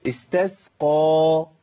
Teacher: القاف هنا مفخمه تفخيم عالي لانها مفتوحه بعدها الف